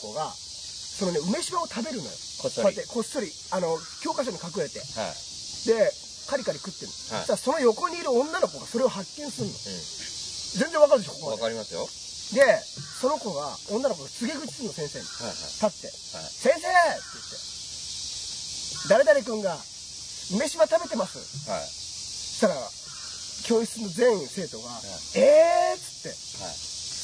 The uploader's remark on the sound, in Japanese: 先週に引き続き池のほとりで収録。なぞの生き物の声が気になります！